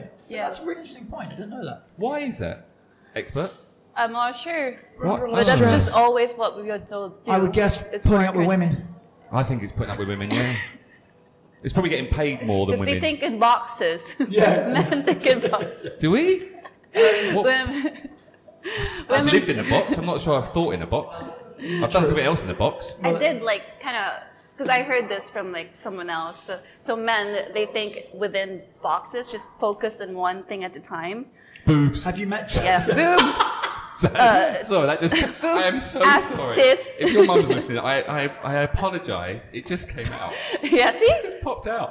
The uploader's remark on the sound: Recorded at Sync coffee in Kamala